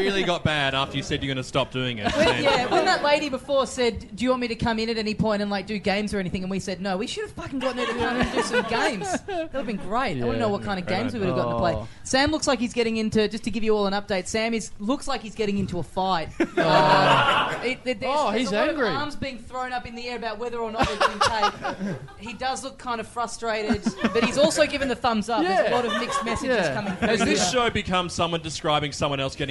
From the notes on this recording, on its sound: Recorded LIVE in the party room at Church st.